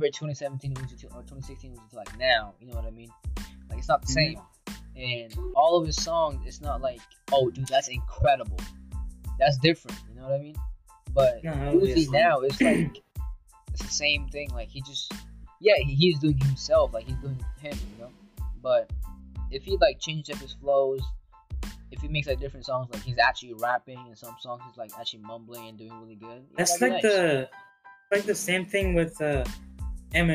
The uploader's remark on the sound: Sorry for the technical difficulties and sound quality in this episode.